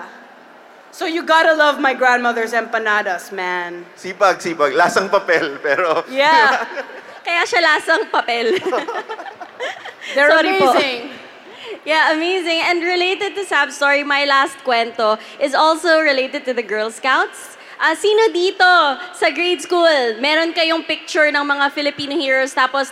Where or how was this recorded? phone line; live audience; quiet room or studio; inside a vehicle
live audience